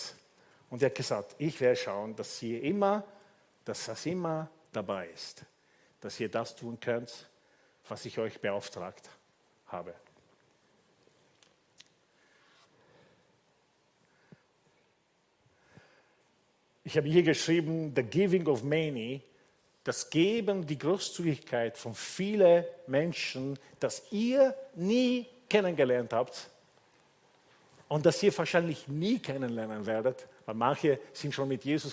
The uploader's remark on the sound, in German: Gottesdienst live aus der LIFE Church Wien.